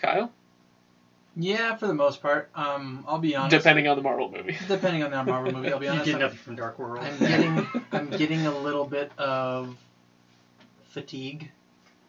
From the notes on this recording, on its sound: Poor audio. Sorry about the ramshackle state of our audio quality! The guys didn't have their regular setup.